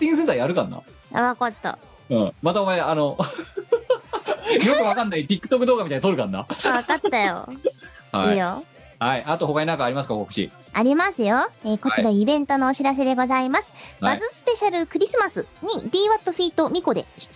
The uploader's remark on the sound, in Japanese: 本番組はリモート収録です。収録時環境の影響により、全体的に聴き取り辛くなっております。途中で色々とノイズ等入りますが、収録時のものです。